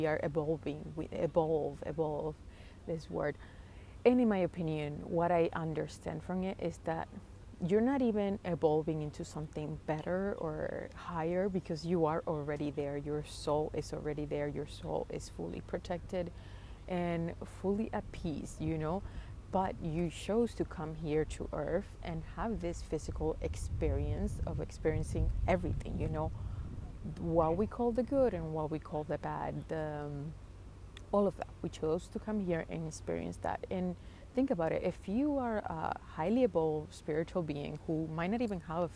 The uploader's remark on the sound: Today’s episode was a very spontaneous one I recorded while sitting by a tiny lake near my house.